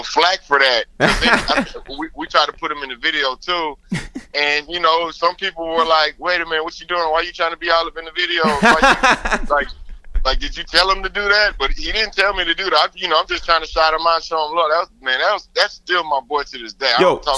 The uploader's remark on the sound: We make calls from our Upper West Side apartment to Los Angeles. Then we phone down to Houston.